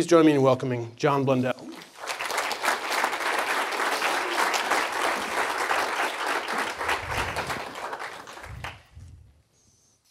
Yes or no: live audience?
yes